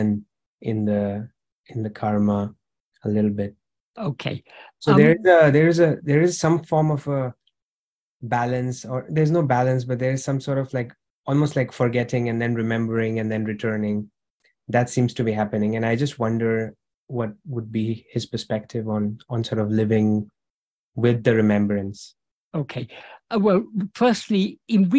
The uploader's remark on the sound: In a Zoom meeting with the Ramana Maharshi Foundation UK on 29th July 2023